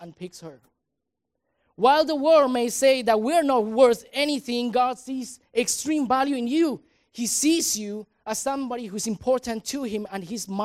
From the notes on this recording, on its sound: At THRIVE Church Vancouver, Canada.